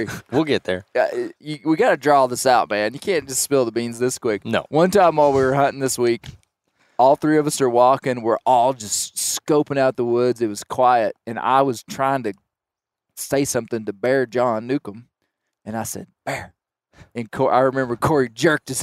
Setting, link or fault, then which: setting, outdoors